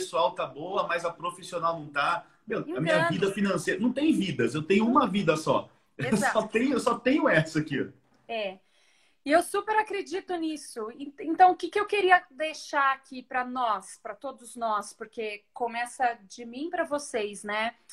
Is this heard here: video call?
yes